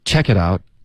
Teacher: 那你要注意重音 check it out 重音不是 check 而是 out